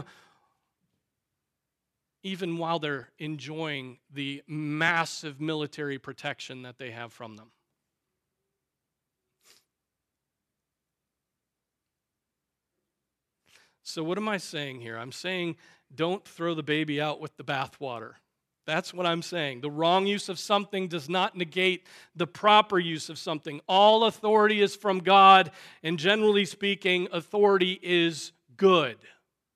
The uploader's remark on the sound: Preached on July 16, 2023 at Trinity Presbyterian Church ( Evangel Presbytery ) in Spartanburg, SC.